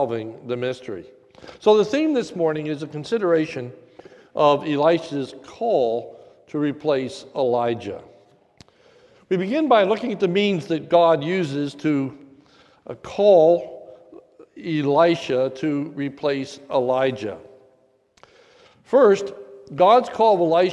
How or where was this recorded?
large echoing room